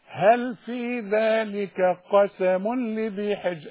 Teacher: الكاف ترقق لأنها جنب القاف